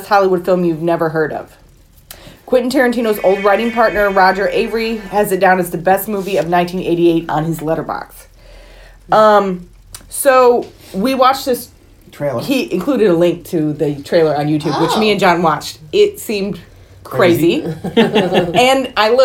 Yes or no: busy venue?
no